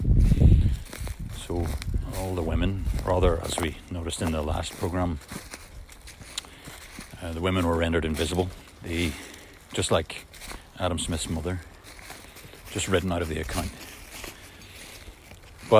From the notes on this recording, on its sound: back in the rather blustery woods (apologies for the sound quality)